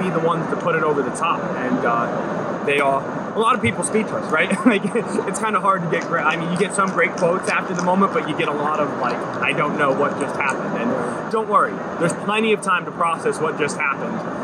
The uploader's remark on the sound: Immediately after the game. Met up on the field at NRG Stadium to record their instant reactions.